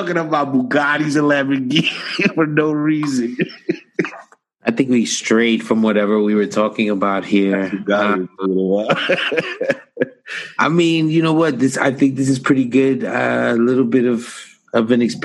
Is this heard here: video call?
yes